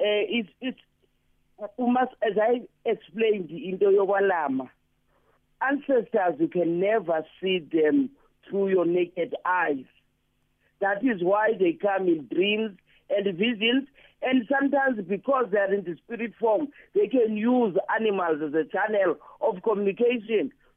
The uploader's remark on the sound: Guest on the phone